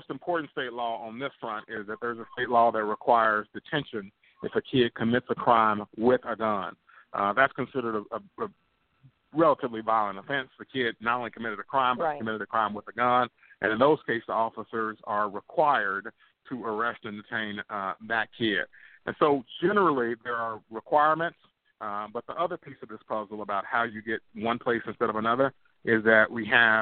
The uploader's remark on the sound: a live call in lifestyle show